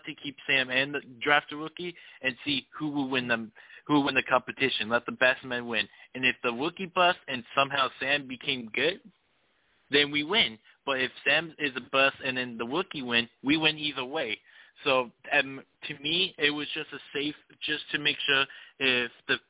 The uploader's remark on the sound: I also take live callers!